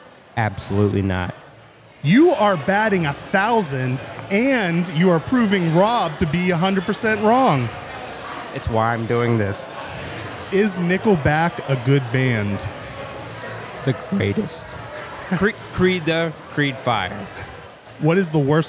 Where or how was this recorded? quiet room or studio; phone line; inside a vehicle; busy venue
busy venue